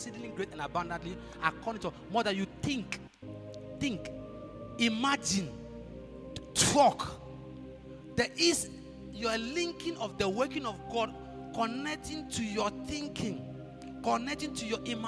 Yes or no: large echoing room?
yes